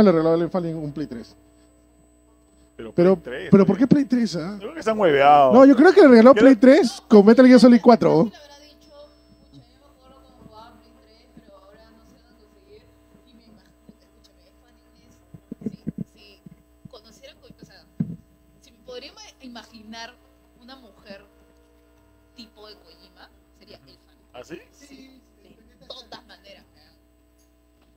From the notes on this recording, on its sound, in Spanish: perdón por el audio, nuestro consola falló